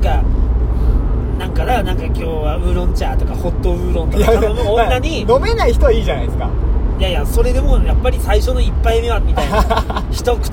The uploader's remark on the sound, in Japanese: 営業中の車の中で